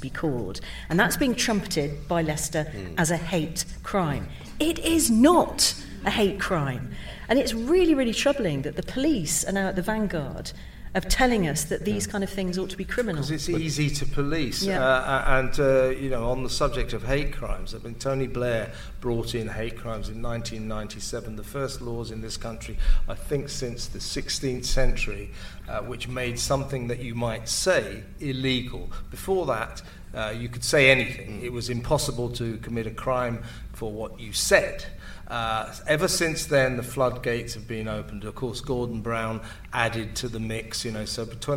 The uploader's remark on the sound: LIVE from The Battle of Ideas Festival!